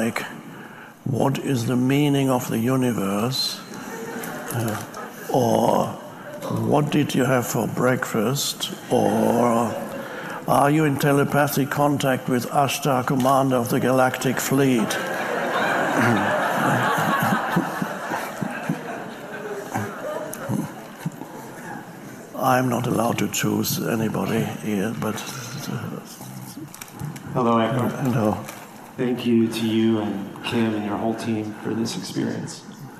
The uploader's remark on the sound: answers questions from an audience in Hawaii